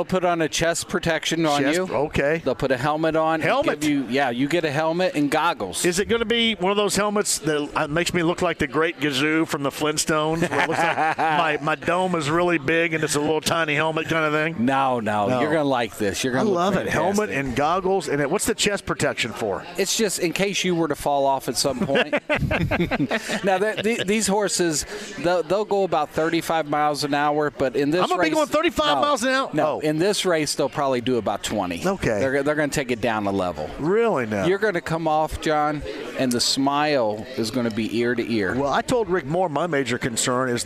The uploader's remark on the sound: Live From Harrah's Hoosier Park Racing & Casino! He then opens the phone lines up and takes a call on the Colts.